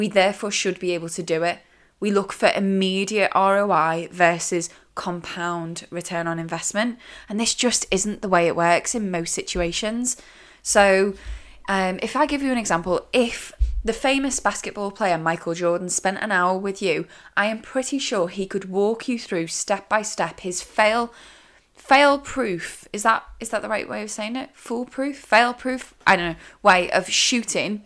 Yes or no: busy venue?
no